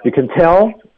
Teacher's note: You can tell, you can C A N 弱读